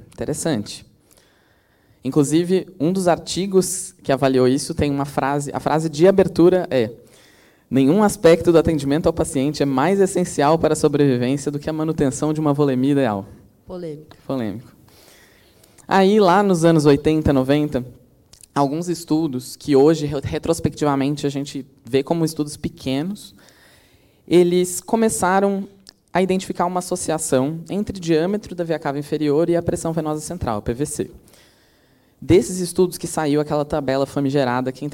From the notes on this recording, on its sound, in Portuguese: Gravado ao vivo no Congresso de Emergência USP.